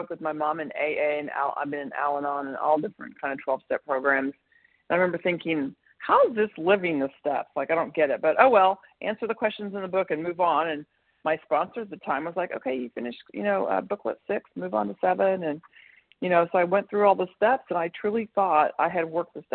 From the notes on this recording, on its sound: 100 Pounders Phone Meeting